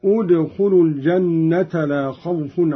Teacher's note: والبدء بالضم عندما نبتدئ كلمة أدخلوا